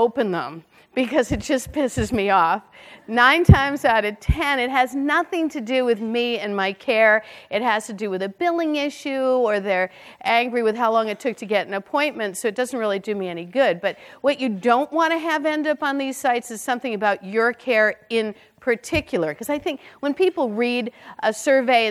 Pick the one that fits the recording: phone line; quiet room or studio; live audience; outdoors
live audience